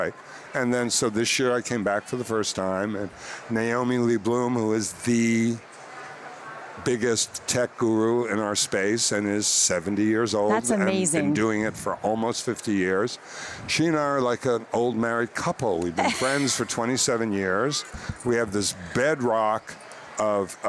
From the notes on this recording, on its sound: Stopped by intrepidHR at the HR Tech conference in Chicago.